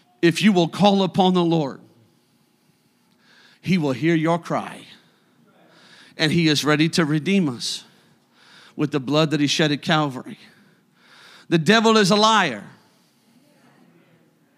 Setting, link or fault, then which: setting, large echoing room